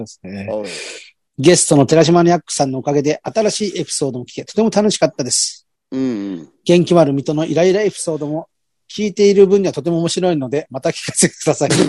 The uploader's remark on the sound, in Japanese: ZOOMで収録